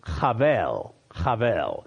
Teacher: There's almost that H, that guttural H sound at the beginning of it. And probably the Hebrew would pronounce it more of a V sound than a B sound.